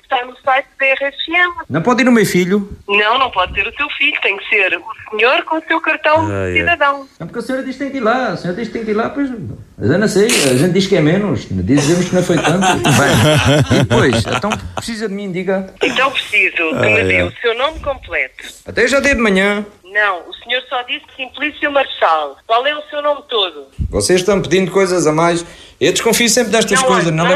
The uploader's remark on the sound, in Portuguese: RFM - Telefonema